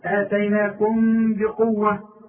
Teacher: اتيناكم بقوة وغن، اما انت في الشفايف في الميم دي اذا قلت عليه اتيناكم، انما حاصل يبقى انفراد في الشفايف وتعتمد على الخيشوم اللي هي المناخير في اخراج الغنة. آتيناكم بقوة، بقوة ولازم تكسر الب، لأن في ناس تقول لك بقوة بو، يا راجل بو إيه؟